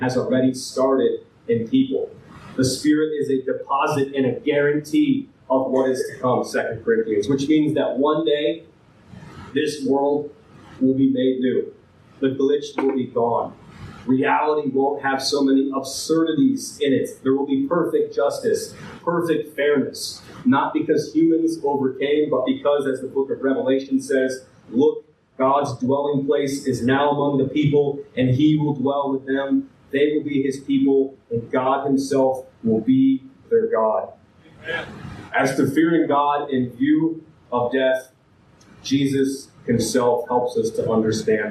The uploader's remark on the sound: This file has damaged audio quality.